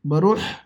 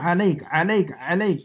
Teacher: تو عین اور حا حلق سے نکالنا ہے